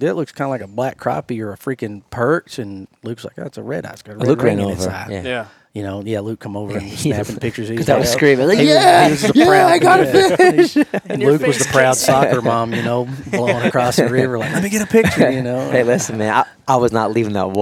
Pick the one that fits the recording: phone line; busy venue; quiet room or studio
busy venue